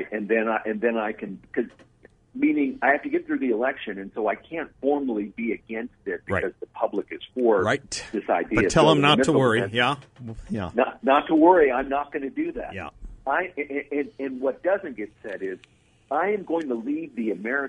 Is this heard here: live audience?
no